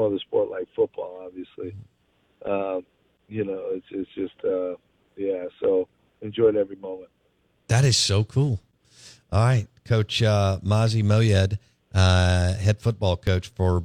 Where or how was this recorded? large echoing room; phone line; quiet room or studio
phone line